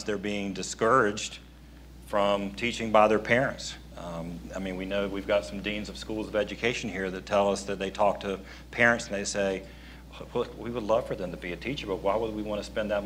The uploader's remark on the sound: This week’s show was recorded live at the Public School Forum of North Carolina’s Eggs & Issues Breakfast.